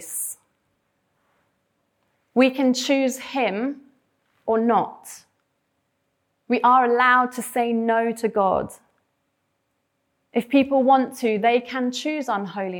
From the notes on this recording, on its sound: This sermon was preached at Welcome Baptist Church